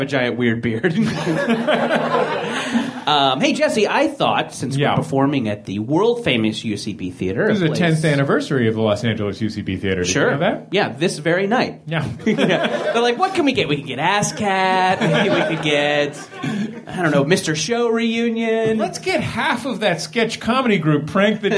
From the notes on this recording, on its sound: Live at the UCB Theater in Los Angeles